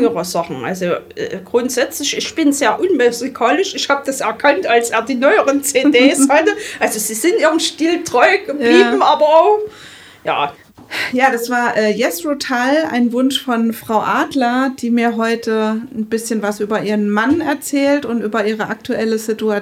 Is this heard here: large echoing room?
no